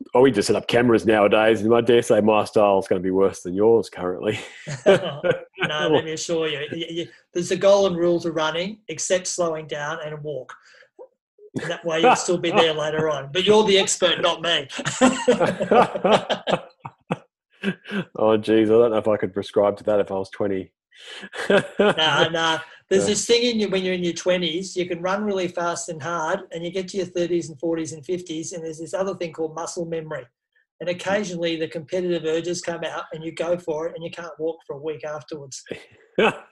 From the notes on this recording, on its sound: It have been recorded in zoom and unedited.